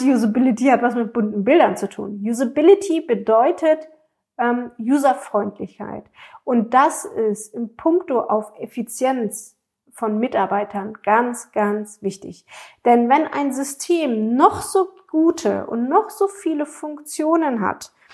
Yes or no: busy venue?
no